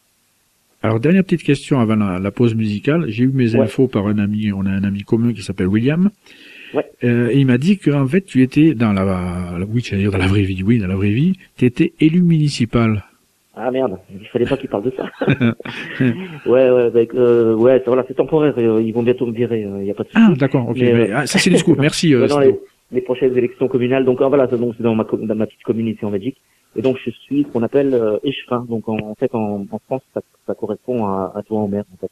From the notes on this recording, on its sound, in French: Qui reçoit par téléphone.